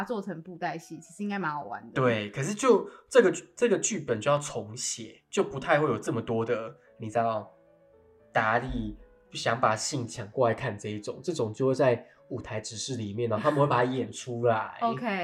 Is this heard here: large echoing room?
no